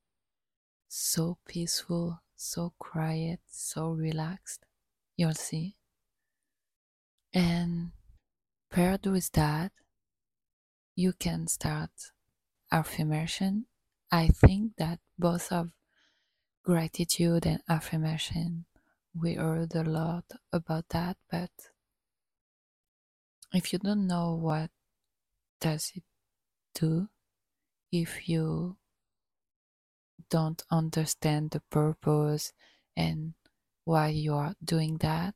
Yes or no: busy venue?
no